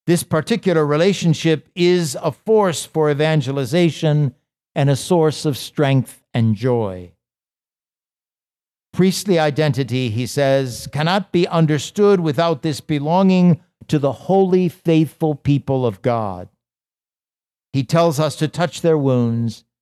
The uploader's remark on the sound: This lecture was given at the Catholic University of America on May 16, 2023. As part of the Thomistic Institute symposium titled "Toward a Fundamental Theology of the Priesthood."